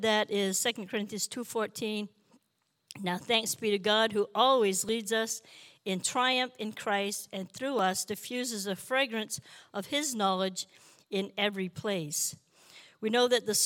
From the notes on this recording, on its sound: This JAT was recorded live on May 22nd, 2022 at Newark United Pentecostal Church.